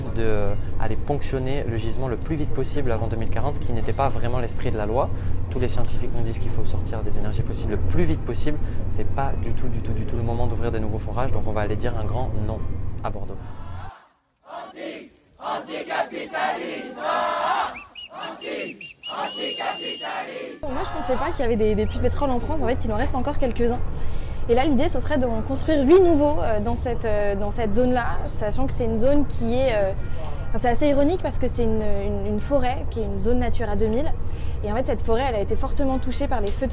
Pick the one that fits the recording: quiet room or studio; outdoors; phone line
outdoors